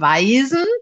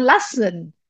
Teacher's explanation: das weiche S von weisen und das scharfe S von lassen